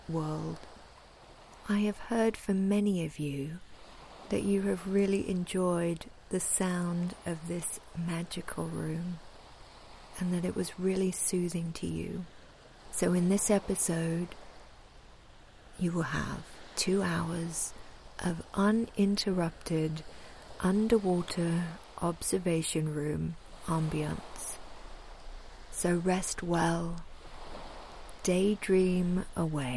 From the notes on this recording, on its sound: On today’s episode we are going to spend some time in the underwater observation room listening to the sound of this special room. Sounds: Foghorn, Ocean waves, low bubbling sounds, industrial fan.